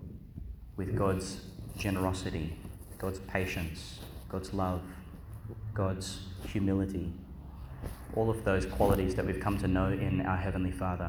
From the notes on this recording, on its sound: Homily for Tuesday in the Eleventh Week of Ordinary Time, delivered Our Lady Star of the Sea Church, Gladstone, Qld.